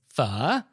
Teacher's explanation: And Vietnamese is a tonal language. And so it's a low falling and then rising tone, kind of like Mandarin's third tone. So it sounds like you're asking a question, pho.